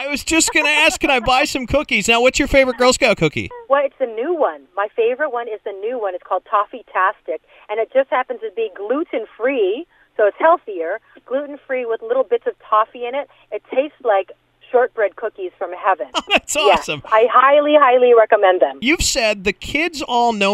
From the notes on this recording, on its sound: called in to the Point Morning Show